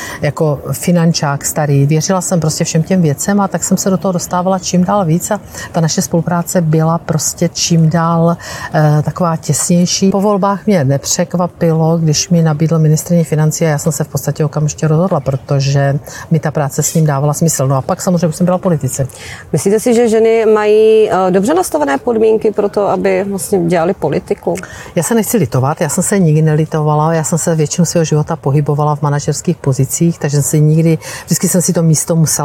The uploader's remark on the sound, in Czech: Rozhovor byl natáčen ve venkovním prostředí, proto prosím omluvte sníženou kvalitu zvuku.